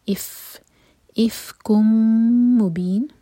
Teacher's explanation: هذا مد منفصل، افکم مبین، فا پر پھونک والی آواز آنی چاہیے